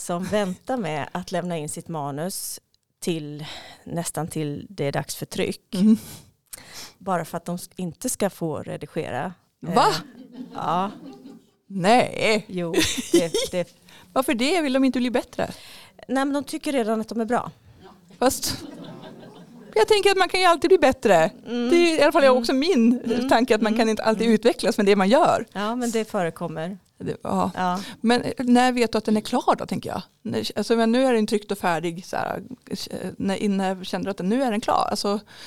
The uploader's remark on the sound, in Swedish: Gästade Västervik för ett författarbesök och vi tog chansen att spela in ett avsnitt med henne inför publik.